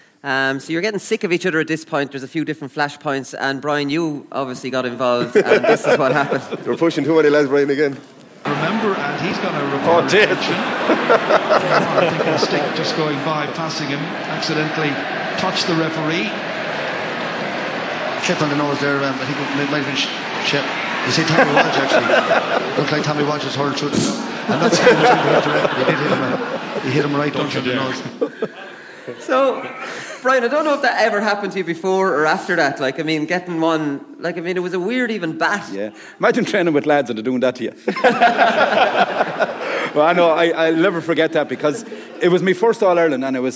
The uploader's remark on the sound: live from Liberty Hall